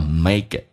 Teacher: Make it 有一个连叫 Make it.要浊化成个这个发音 makeit，而且 t 也可以不发音，那气流要阻塞一下，因为 t 前面是一个短元音 i